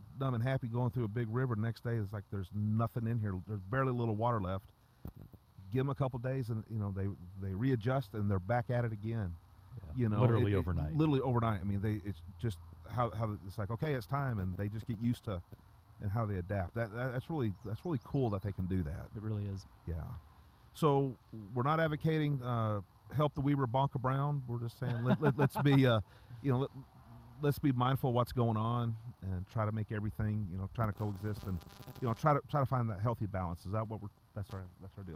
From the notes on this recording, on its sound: Outside a van down by the Weber River